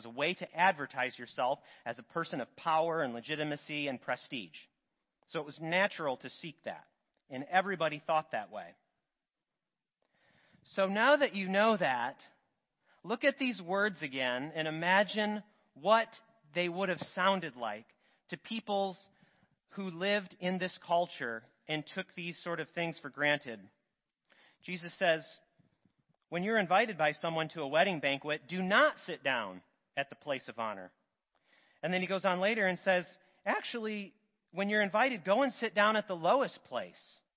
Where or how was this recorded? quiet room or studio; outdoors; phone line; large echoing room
large echoing room